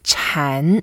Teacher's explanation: Chan is a second tone. And so we go up a bit